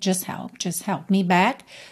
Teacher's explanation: E a gente não ouve o T